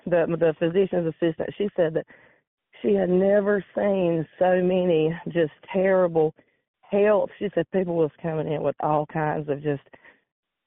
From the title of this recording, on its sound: Call in show